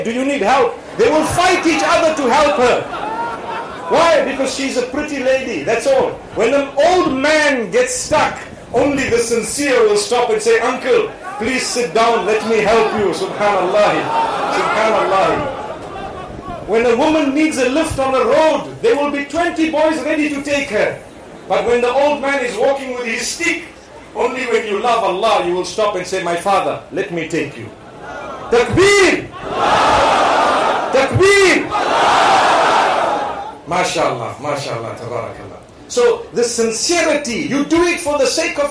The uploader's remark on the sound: Lecture delivered in Tamale, Ghana during the Points to Ponder Tour.